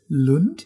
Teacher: Also dieses etwas offene U und dann klingt das auch richtig schwedisch